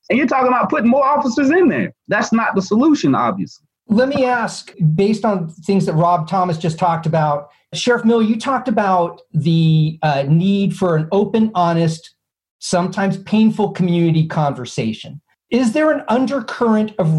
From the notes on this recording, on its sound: Blue Ridge Public Radio hosted a live Zoom panel.